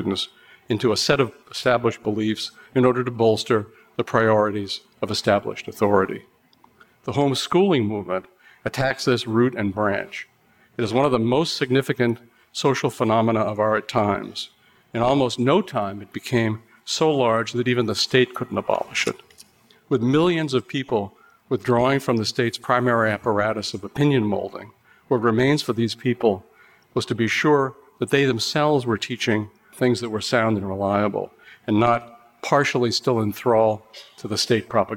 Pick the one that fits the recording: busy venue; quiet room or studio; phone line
busy venue